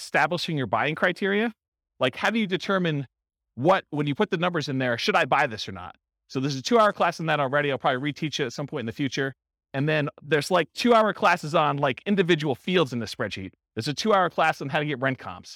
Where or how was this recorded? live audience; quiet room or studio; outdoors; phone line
live audience